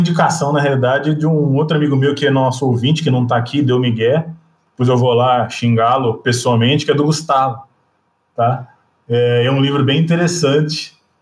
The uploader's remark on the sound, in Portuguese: Fizemos uma gravação ao vivo e aberta no Discord.